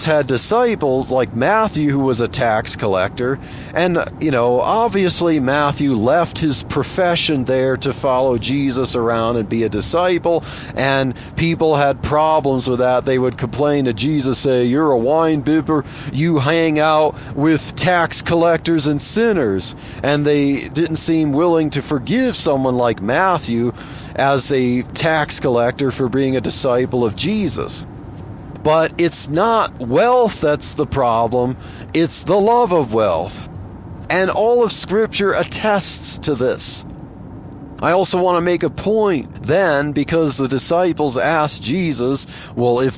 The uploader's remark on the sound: while driving to work